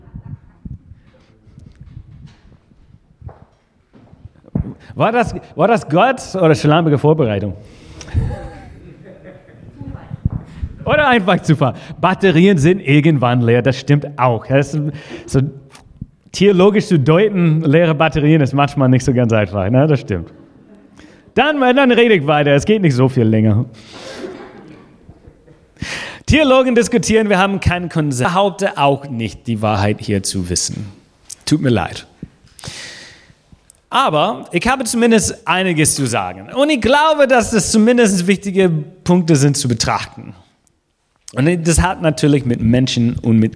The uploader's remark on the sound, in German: Gottesdienst vom 15. November 2020